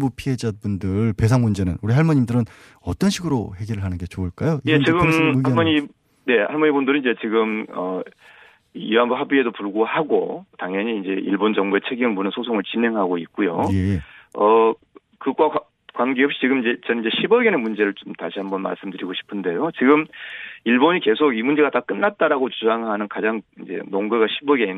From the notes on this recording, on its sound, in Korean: 전화연결